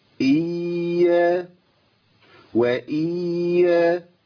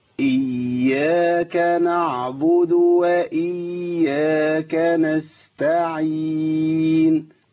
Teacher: أنا ما أسقطش حرف، لا أسقط. الياء المشددة لابد من نطقها على مرحلتين، ياء ساكنة وياء متحركة.